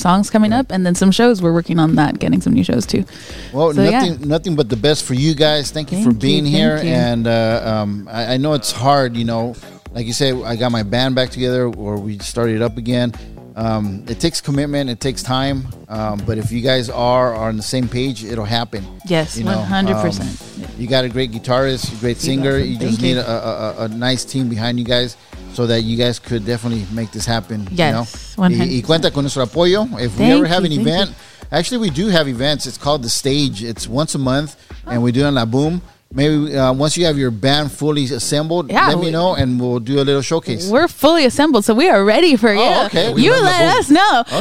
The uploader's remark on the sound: This is from a Live Broadcast from Horchateria Rio Luna located in Paramount, Ca